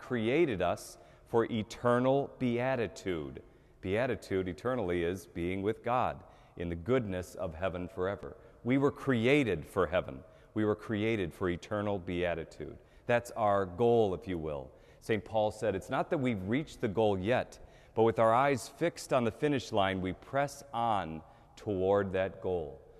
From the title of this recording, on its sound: Mass at the Cathedral